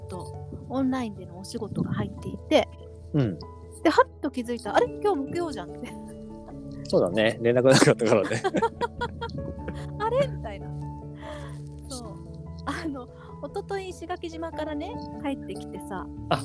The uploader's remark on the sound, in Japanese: 最寄駅から歩きながら